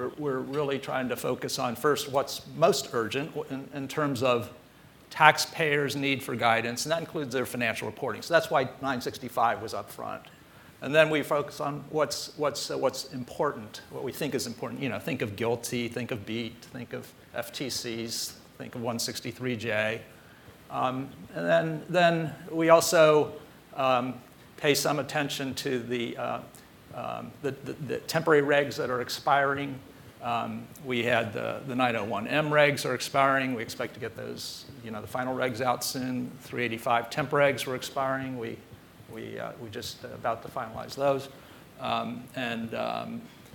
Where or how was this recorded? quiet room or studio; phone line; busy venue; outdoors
busy venue